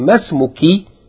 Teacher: The long vowel followed by hamzatul wasl is pronounced short. So we don't say ma smuki, we say as though it's short.